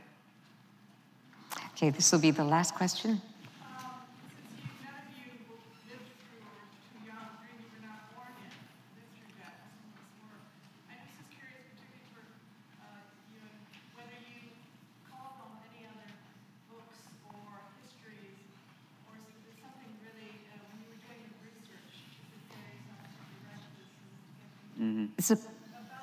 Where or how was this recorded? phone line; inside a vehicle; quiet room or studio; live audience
live audience